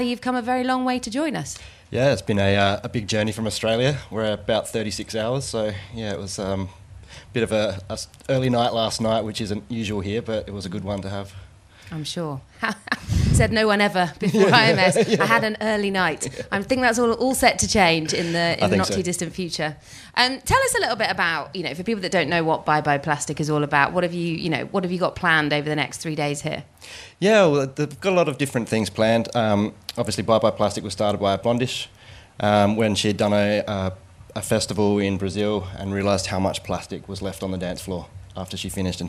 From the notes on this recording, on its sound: Live in the Garden Suite of the International Music Summit in Ibiza